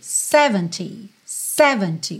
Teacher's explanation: o 70 costuma ter a sílaba tônica no começo, 70, 70, ou seja, o se é mais forte.